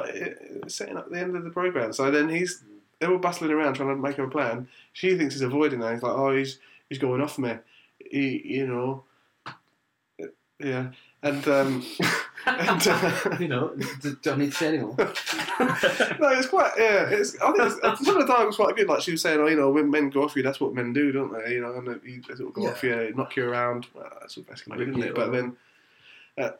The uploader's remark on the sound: Apologies for the quality of the recording across these 3 episodes. The laptop had switched mic inputs.